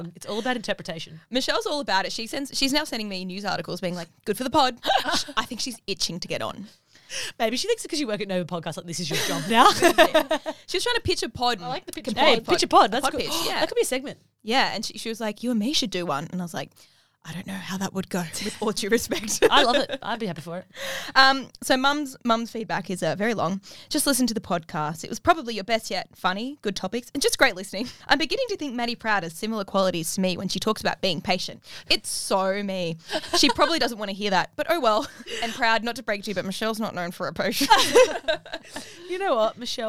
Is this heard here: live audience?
no